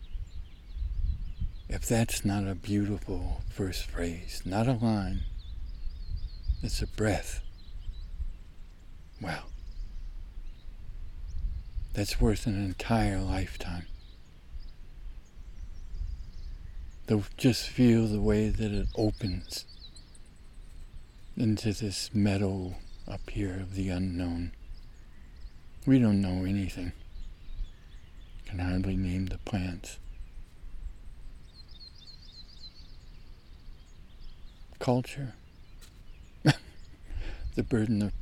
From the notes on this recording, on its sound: Out doing May high-country photography fieldwork, still early in the morning, a pause a while, and start a new series of recordings, POEMS TO LIVE BY. Please excuse two little windy waves in the recording... Whitebark Pine Country, May aspect, SOUTH #WALLOWAS, #OREGON.